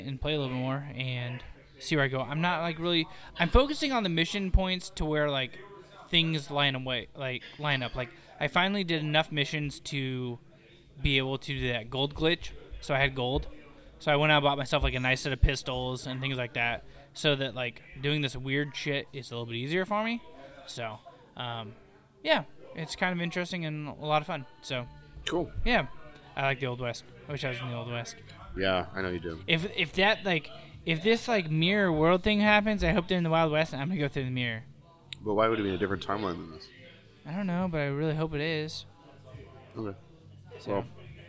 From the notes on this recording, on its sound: This week we're live from a local taproom